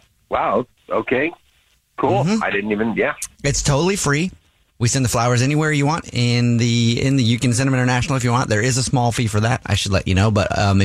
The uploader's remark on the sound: on the phone